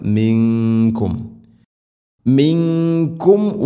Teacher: ഇത് ഗംബിഗുന ഖലീലം മിൻകും, ഇനി മിങ്കും ഇവിടെയും മണിക്കണം, ഇഖ്ഫാവും ബിഗുന്ന അവ്യക്തമാക്കി മണിക്കണം